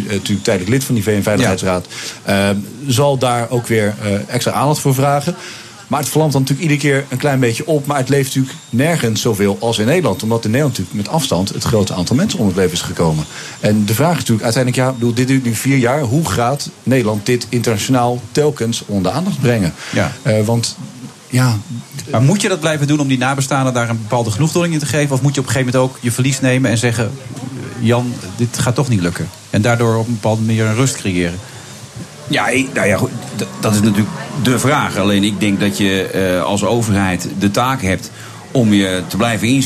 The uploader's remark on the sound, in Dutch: Op BNR, live vanuit het Amstel Boathouse in Amsterdam.